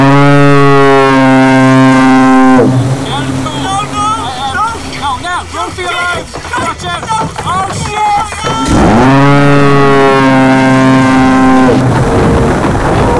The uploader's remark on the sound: Live from the Silver Strand! A large ship nearly crashes into the hosts. A live radio broadcast from the Silver Strand in the cold of an Irish summer.